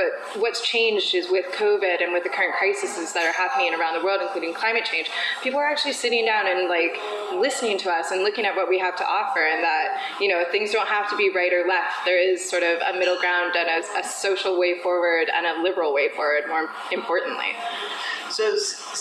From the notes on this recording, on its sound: This interview took place at the Young Liberals Summer Conference.